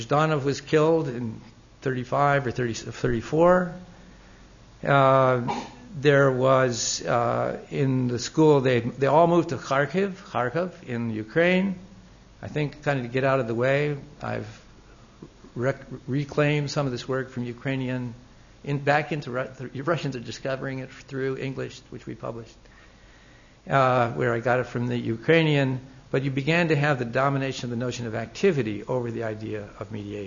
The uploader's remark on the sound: Recorded on 16 May 2007 at Old Theatre, Old Building